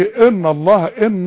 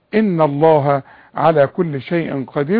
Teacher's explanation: ان الله في غنة مرققة · Shown in: second take · ما تقولش ان الله ان بخنفة، ان الله على كل شيء قدير.